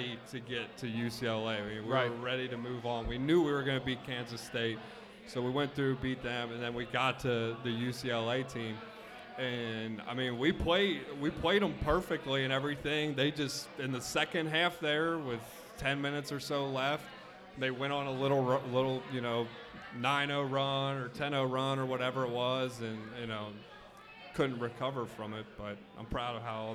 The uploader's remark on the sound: Live at Mio's!